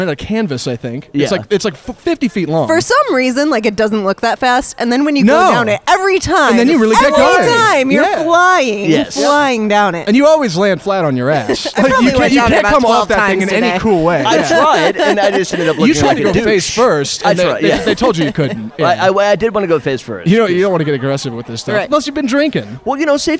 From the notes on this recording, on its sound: go live from Camp Our Way in Trinity, Texas